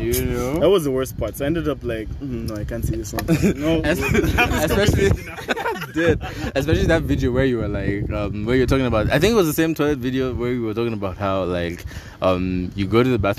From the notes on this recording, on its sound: Apologies for the Wind in the background